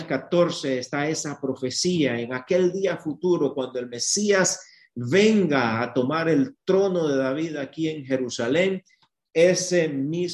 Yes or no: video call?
yes